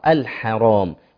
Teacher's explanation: كلمة الحرام عند حضرتك الراء مفتوحة فهي مفخمة